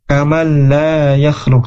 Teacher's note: huruf nun dimasukkan ke huruf selanjutnya